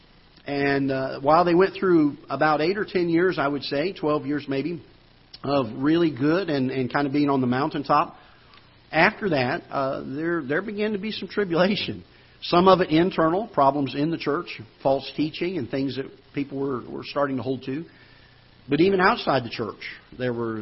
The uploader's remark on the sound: Ketha Heights Baptist Church ~ Live Broadcast.